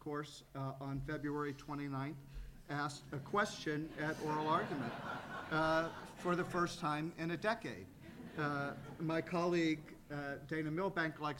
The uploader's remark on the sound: UCI Law's 6th annual event. Drew a record crowd in person (more than 800 RSVPs!), and hundreds more online via live webcast.